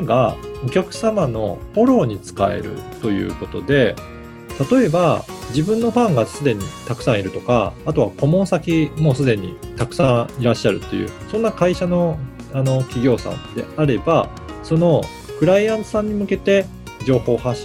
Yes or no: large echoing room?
no